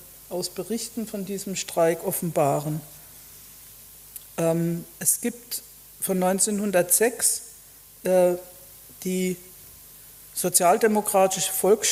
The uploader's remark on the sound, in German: Vortrag in der Abendakademie Mannheim